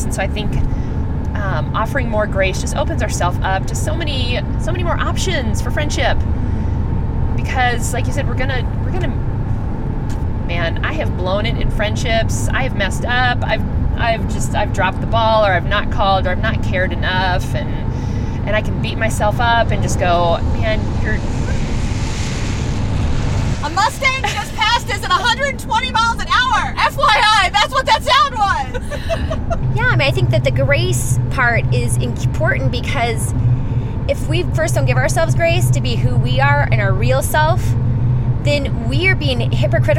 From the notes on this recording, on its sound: Driving south on I-25